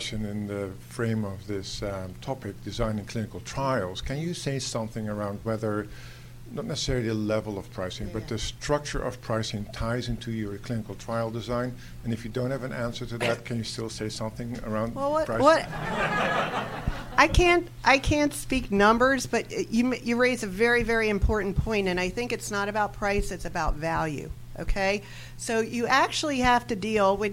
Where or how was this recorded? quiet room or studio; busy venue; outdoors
busy venue